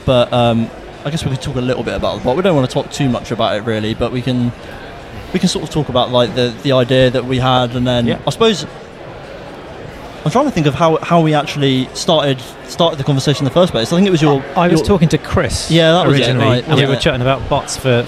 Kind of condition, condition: setting, busy venue